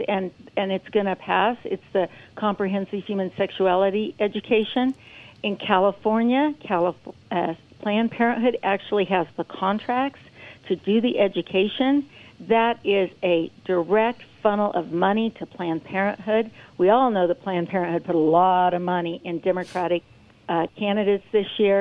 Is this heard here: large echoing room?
no